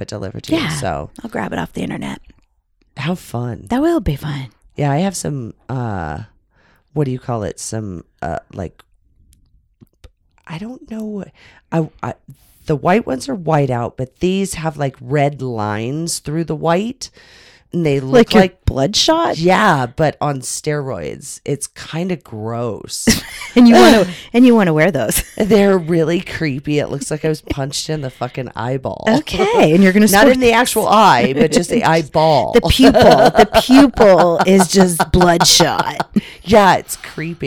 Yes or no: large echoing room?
no